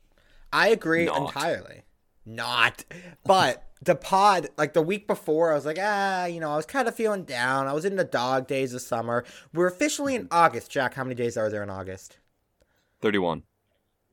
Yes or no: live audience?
no